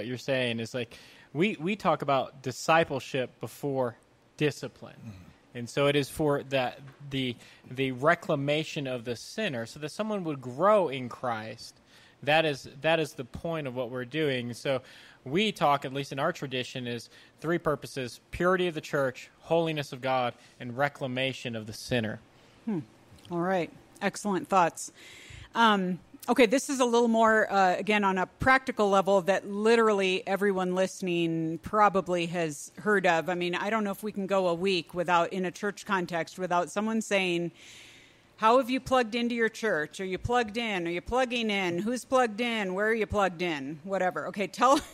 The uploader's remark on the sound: The Boundless team recently held a live event at Third Space Coffee in Colorado Springs. Joining us were three pastors from the area. Over 80 young adults sipped coffee and listened in.